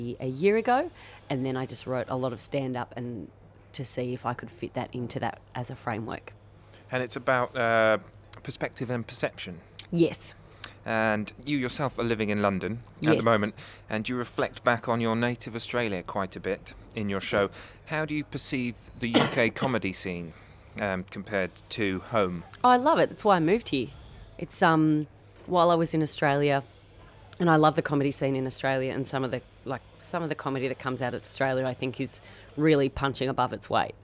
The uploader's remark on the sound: in Abbatoir Bar at the Edinburgh Fringe Festival